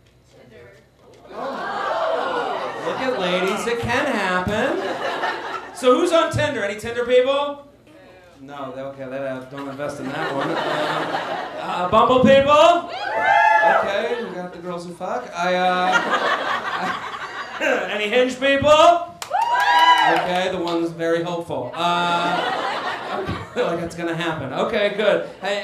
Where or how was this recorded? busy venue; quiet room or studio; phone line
busy venue